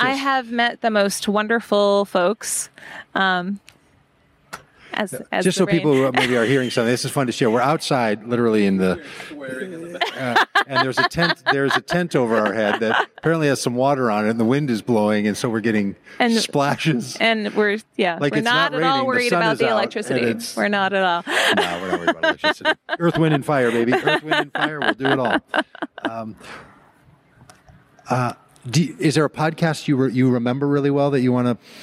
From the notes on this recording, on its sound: in a conversation at The Wild Goose Festival 2023